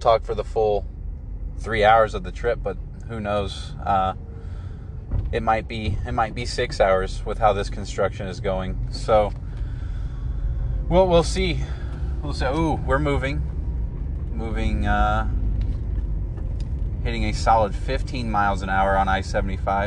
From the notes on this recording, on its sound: Recorded while stuck in traffic on I-75 going into Ohio from Michigan.